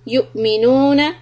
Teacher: hamza sukun, a little hiccup